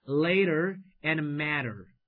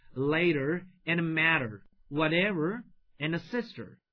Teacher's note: 一般美式发音当中啊，这个 t 在单词当中一般浊化成 d · Term: 美式发音的一种浊化音